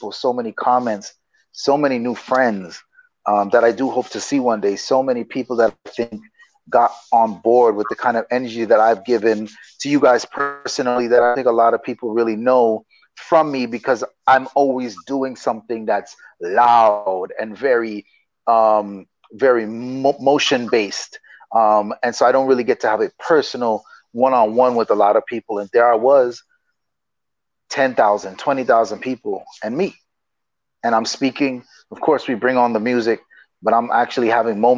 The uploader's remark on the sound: A podcast and video series limited to a 25-minute remote interview.